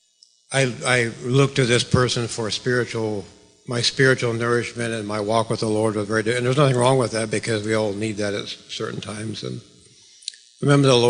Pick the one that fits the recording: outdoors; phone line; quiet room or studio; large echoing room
large echoing room